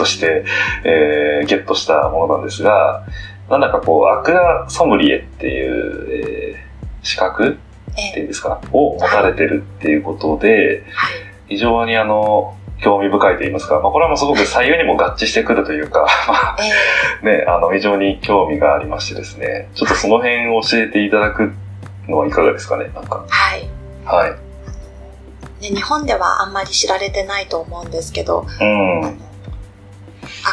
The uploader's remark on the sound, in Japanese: バックアップで録音していた「iPhone」で収録した音声を使用しております。そのため、いつもと比べて声が遠く音質も悪く大変申し訳ないですが。